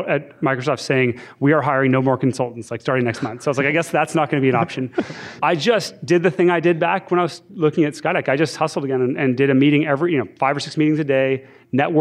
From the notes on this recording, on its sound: Coming to you live from the University of Washington. Are joined by hundreds of awesome Seattle listeners (and a few non-Seattle listeners!).